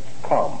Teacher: It is, because that's pronounced calm. None of them do you hear the L. That may be the way you pronounce it, but they're not there. · Term: silent L's